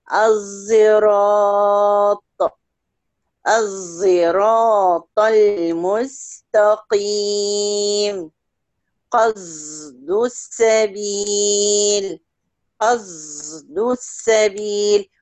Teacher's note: الصاد المشمة صوت الزاي